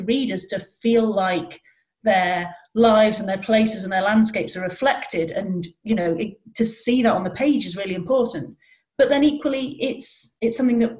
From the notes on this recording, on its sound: Northern Natter is recorded via Zoom from Scotland and Northern England.